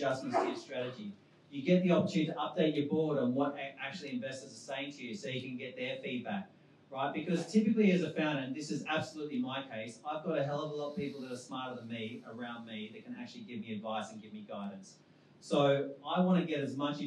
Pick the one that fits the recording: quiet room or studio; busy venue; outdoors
busy venue